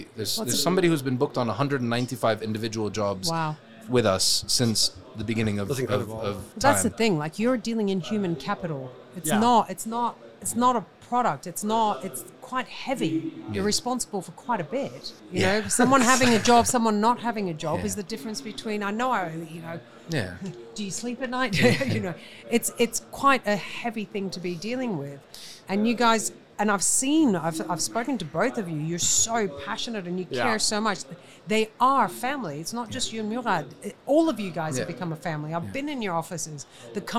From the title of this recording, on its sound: Live from SES